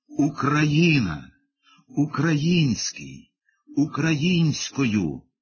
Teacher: Повторімо ще раз і запам'ятаймо назавжди: Україна, український, українською, наголос на складі з «ї»